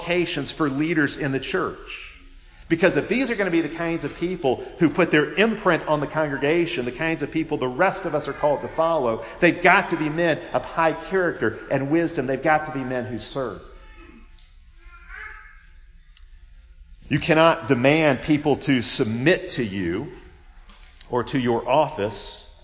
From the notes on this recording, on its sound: Preached at Providence CREC in Pensacola, FL.